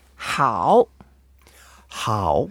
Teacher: It's the third tone. So we make an effort to go down and then up.